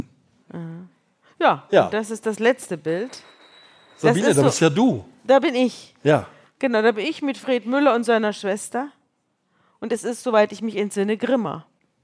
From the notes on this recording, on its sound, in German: In Leipzig vor Publikum.